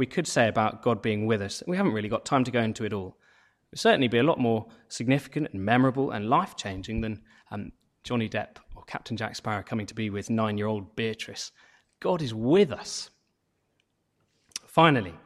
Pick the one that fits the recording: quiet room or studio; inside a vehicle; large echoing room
large echoing room